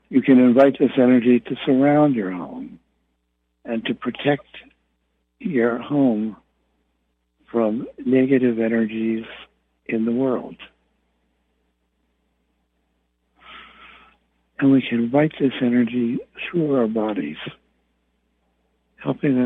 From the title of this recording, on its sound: Conference Call LIVE, August 15, 2022